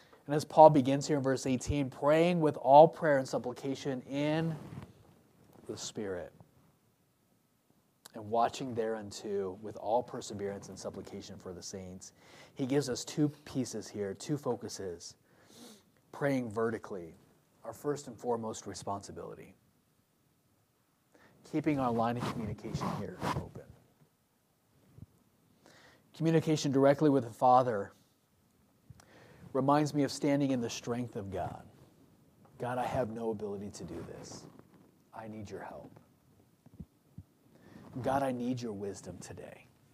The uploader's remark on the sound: from the pulpit of Royal View Baptist Church.